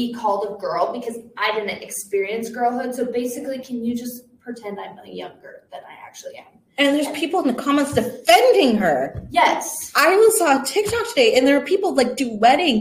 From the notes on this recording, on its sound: Mind any technical issues or wonky parts of the episode, we're going through a learning curve.